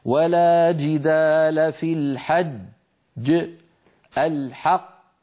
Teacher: يترك فراغا صوتيا بين الجيم الغير المقلقلة والمقلقلة، هكذا يقول مثلا ولا جدال في الحج الحق، انتبهت إلى هذا الفراغ؟